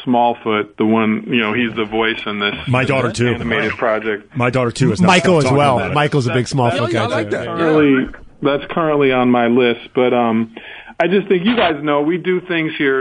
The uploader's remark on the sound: called in after his Media Day Presser